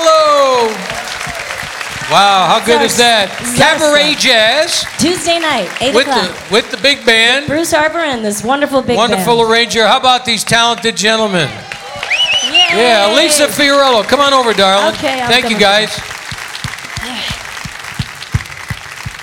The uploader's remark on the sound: Live at the South Point Casino